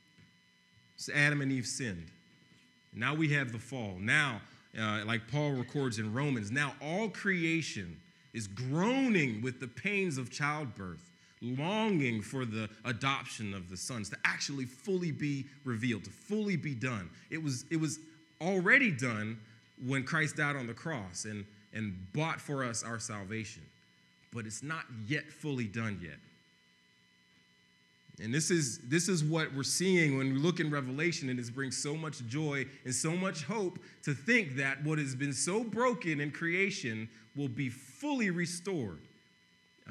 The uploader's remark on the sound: preached on November 22, 2015 at Veritas East